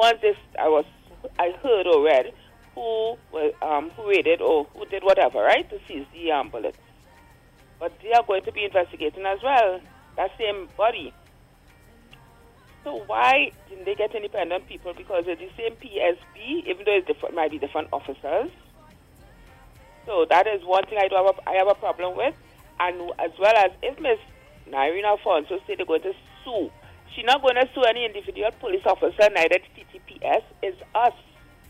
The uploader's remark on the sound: During this hour we take calls from our audience